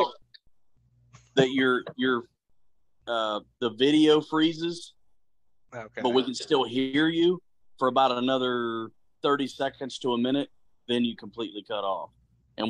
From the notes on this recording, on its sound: Through a storm of technical difficulties